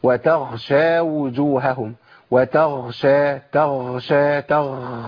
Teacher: النفس اللي طالع مع الغين ده بيبدلها بخاء على طول. يعني مهم ان انا اخد بالي من موضوع النفس ده.